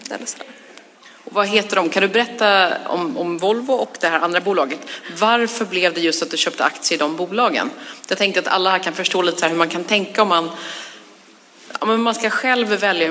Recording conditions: live audience